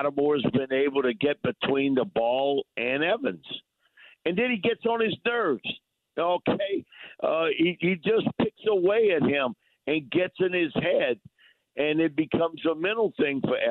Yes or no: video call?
no